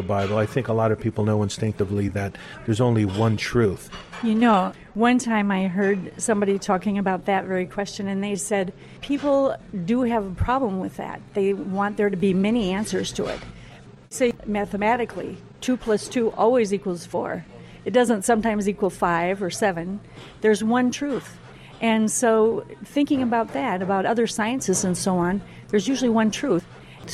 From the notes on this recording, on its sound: We’re continuing our talk at a local café